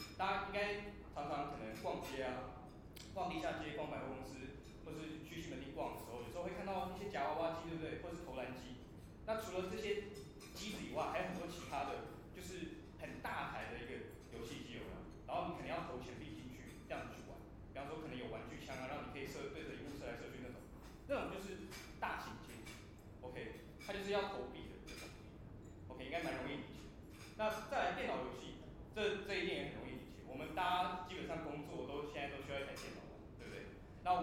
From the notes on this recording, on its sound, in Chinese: 應台北千禧扶輪社邀請演講。做媽的我親自錄音下來分享給大家。